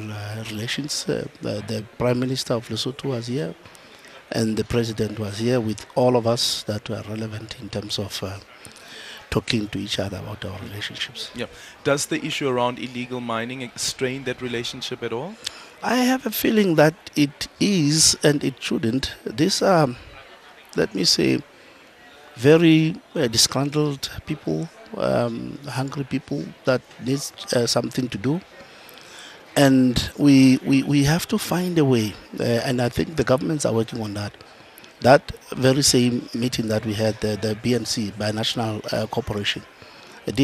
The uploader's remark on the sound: We continue with our live coverage of the AGOA Forum.